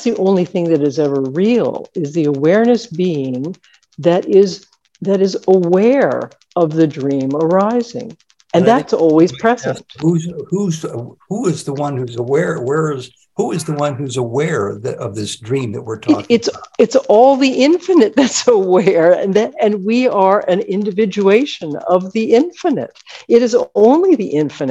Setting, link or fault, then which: link, video call